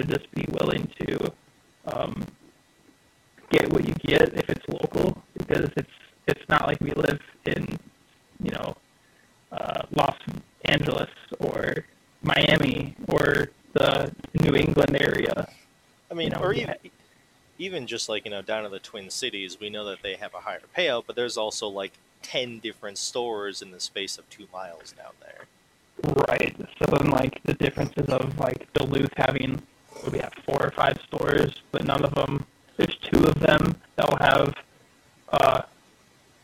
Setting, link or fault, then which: fault, poor sound quality